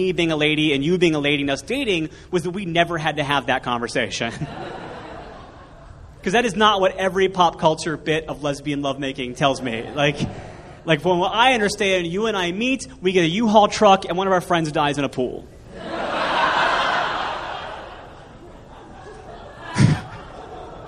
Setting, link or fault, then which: setting, live audience